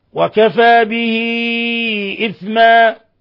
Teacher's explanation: صلة كبرى تعامل معاملة المد المنفصل من 4 إلى 5 حركات